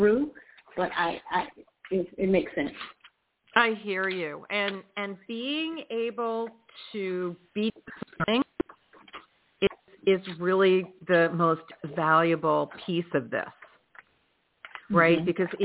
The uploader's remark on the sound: In response to callers' questions.